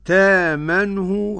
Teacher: تأمنه بإبدال الهمزة ألفا، تامنه هكذا لورش